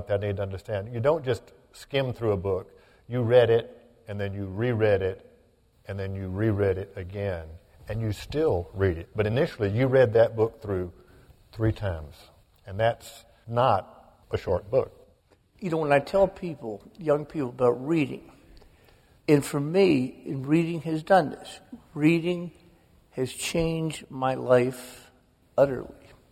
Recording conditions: live audience